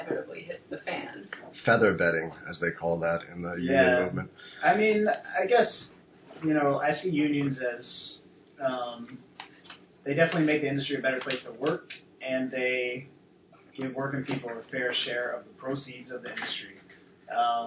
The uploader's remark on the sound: Folks, it finally happened: we royally fucked up the sound. Sorry again about the sound.